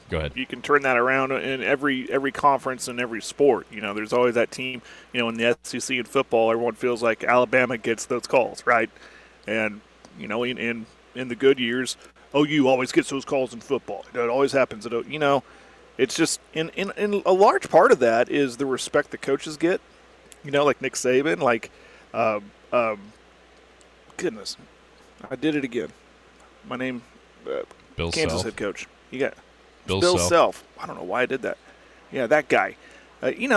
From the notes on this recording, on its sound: live at the Merritt Classic.